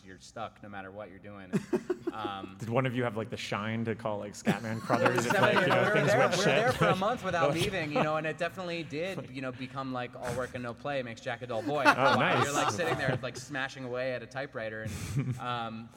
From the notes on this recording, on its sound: Live from Chicago's Music Box Theatre. This episode was recorded live at Chicago's Music Box Theatre during Greetings from Castle Rock: A Stephen King Film Festival.